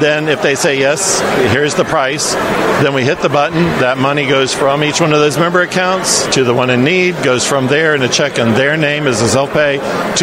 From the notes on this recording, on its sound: This interview was recorded by Right America Media at CPAC 2022.